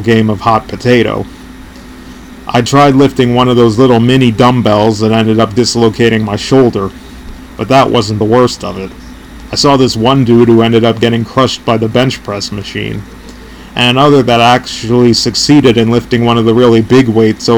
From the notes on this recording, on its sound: I had to delete and redo this episode due to an unfortunate chain of events. I apologise for any background noise or other nuances you might hear, as this is my first podcast ever and I'm still figuring this out.